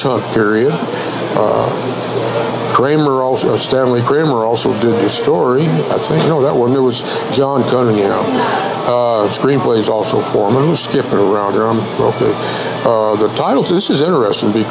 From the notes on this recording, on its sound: our show streams live from the White Stallion Ranch.